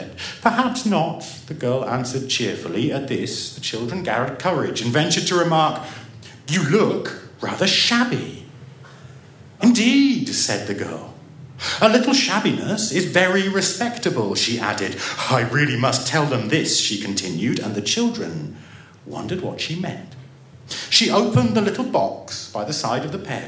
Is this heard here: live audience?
yes